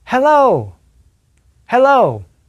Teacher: We call this a voiceless sound because your vocal cords do not move. The main point of restriction is at the back of your throat. You slightly use the back of your tongue to reduce the airflow.